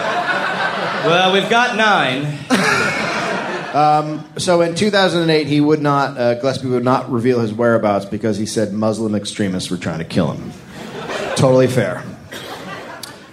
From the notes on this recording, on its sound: live at The Comedy Store in Sydney, Australia.